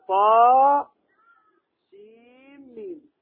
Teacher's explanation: أدغمنا النون في الميم فتولدت شدة · Term: إدغام ناقص